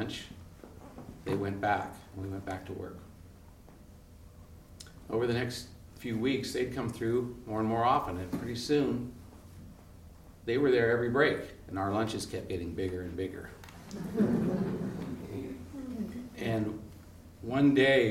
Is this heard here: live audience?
yes